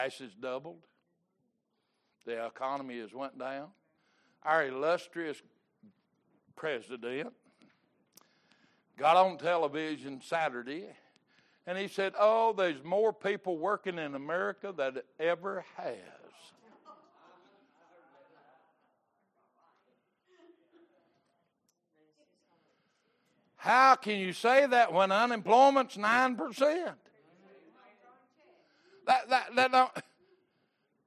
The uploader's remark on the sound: Recorded August 7, 2022 - Sunday Morning Service